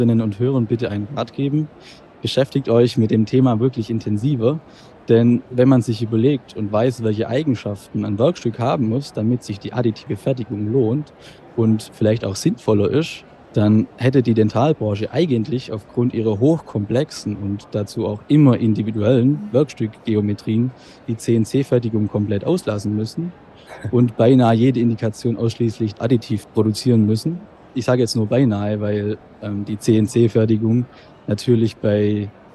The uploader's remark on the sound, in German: Live auf der IDS 2023 in Köln